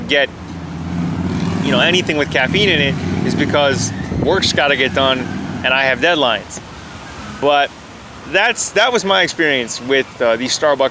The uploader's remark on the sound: I recorded this episode at a picnic table in a parkette, next to a municipal office in Toronto, Ontario on a warm day back in September 2019